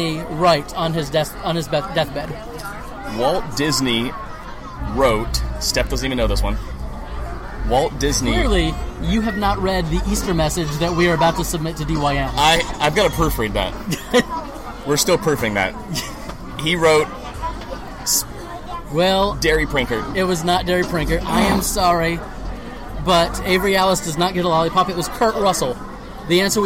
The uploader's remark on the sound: We were broadcasting LIVE from the happiest place on earth, Walt Disney World. Our wives and kids were with us, and we were only interrupted by fireworks one time!